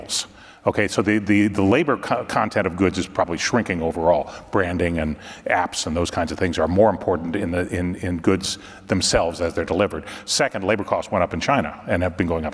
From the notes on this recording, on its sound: Trade Guys on the Road: RILA Supply Chain Conference Edition Part 2. Live from the Retail Industry Leaders Association Supply Chain Conference in Dallas, Texas.